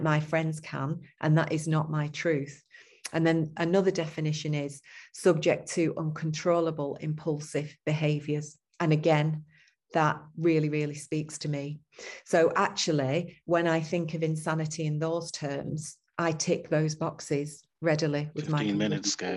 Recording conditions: video call